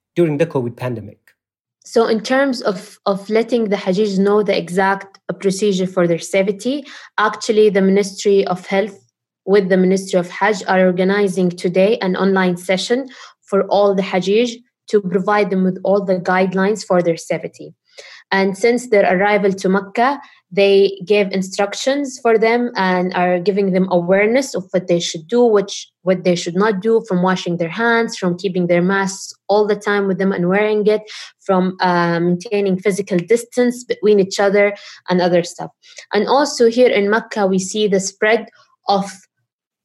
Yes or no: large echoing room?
no